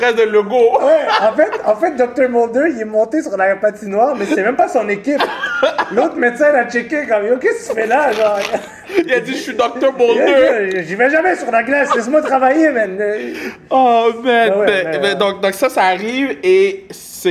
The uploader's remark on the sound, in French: live du Centre Bell